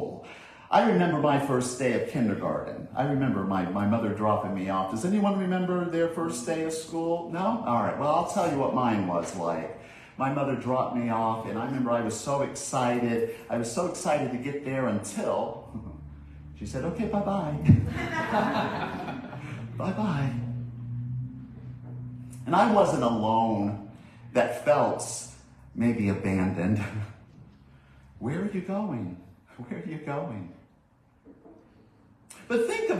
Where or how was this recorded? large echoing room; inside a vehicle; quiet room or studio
large echoing room